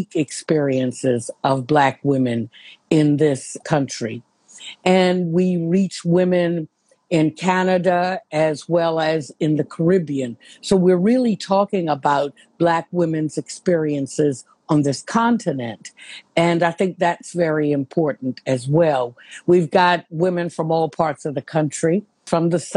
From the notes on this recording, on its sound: Their conversation, released here as an episode.